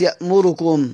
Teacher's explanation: لكن دور أبو عمرو بيقرأها بالهمزة مع السكون يا مركم، وبيقرأها بالهمزة مع الاختلاس